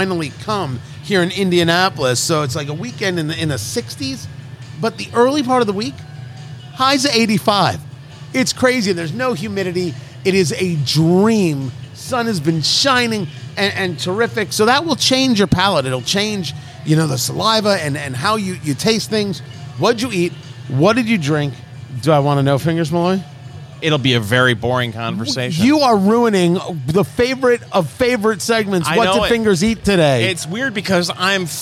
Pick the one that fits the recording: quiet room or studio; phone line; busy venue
busy venue